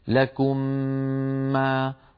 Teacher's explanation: الحكم الأول الإدغام، وذلك إذا أتى بعد الميم الساكنة ميم مثلها، ومثلنا لها لذلك بقوله تعالى لكم ما، فندغم الميم الأولى في الثانية فيصير النطق هكذا لكم ما، وتكون الغنة أطول ما تكون أكمل ما تكون، سنأتي إلى مراتب الغنة بعد قليل.